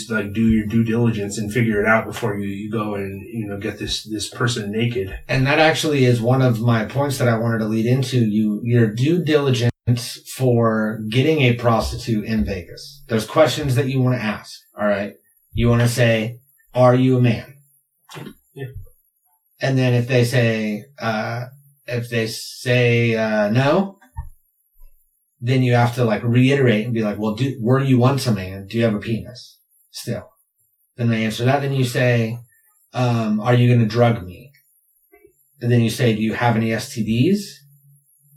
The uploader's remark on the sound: We lost our audio this week and had to pull the audio from the camera.